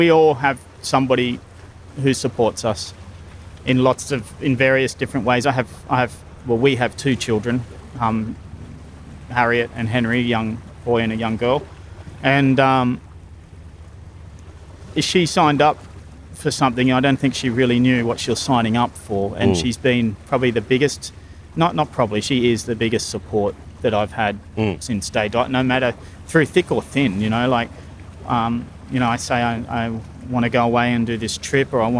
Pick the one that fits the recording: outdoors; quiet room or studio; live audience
outdoors